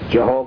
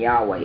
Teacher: By the way, Jehovah, Yahweh, the reason why two different pronunciations, some Hebrews pronounce the Y at like a J, some Hebrews pronounce the W like a V, and that's why we say Jehovah and Yahweh.